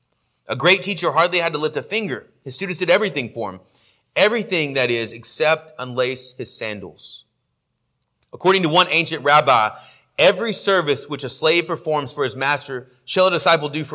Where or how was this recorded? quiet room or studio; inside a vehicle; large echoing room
large echoing room